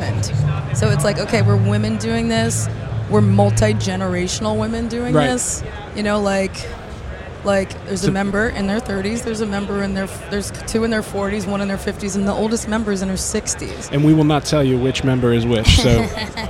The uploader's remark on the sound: Live from The NAMM Show. Live from The 2020 NAMM Show.